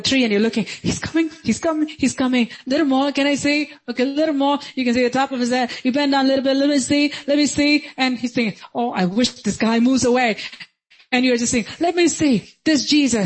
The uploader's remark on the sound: Sunday Service - 10.16.2022